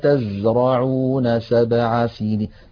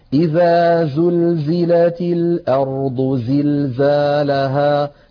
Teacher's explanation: والصفير يا إخوتي صفة قوة تعطي الحرف قوة، فلما نقول قال تزرعون سبع سين نجد من حرف الزاي واضح صوته واضح، والله عزيز حكيم إذا زلزلت الأرض زلزالها، نجد بأن حرف الزاي دائما يقرع السمع بقوة لما فيه من صفة الصفير